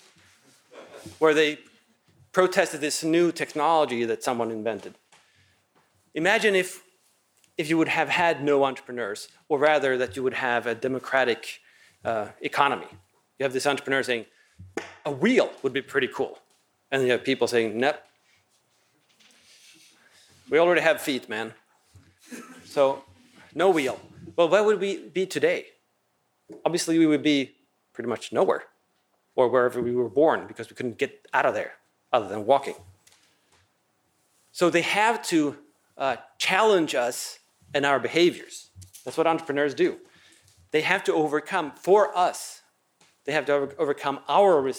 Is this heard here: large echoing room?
yes